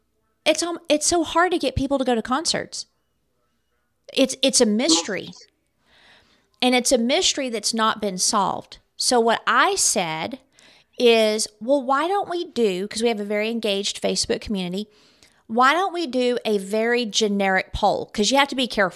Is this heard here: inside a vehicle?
no